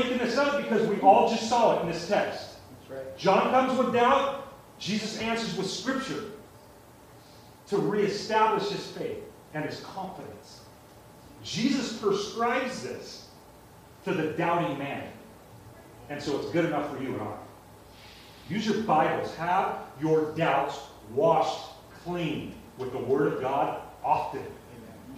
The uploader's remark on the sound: Sorry about the audio quality